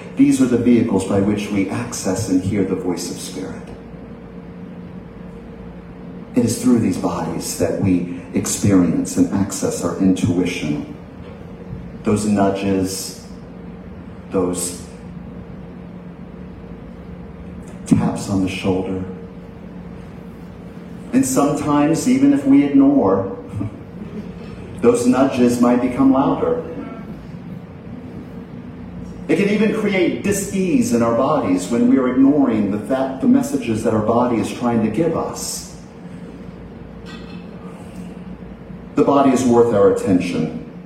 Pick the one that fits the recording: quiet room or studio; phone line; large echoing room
large echoing room